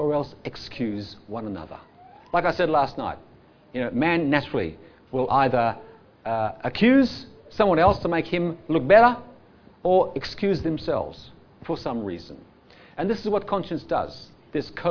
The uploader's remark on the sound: Audio sermon recorded live from the King's Way Christian Fellowship Church Camp 2019 at Phillip Island, Australia.